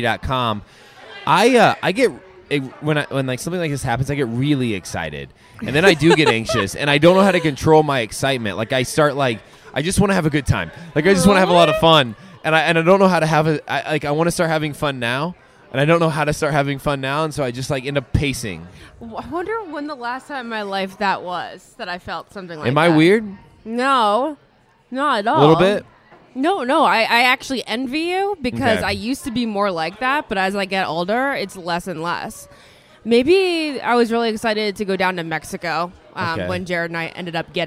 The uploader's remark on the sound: We’re live from the Planet Hollywood Hotel in Las Vegas!